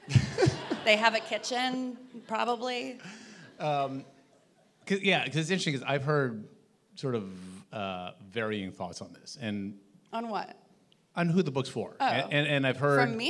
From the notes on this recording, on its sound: we hosted a live recording (!!!) at The Bell House in Brooklyn